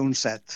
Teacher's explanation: recomanaria pronunciar set en veu oberta perquè les paraules noves monosil·làbiques tendeixen a la vocal oberta, a la E oberta i a la O oberta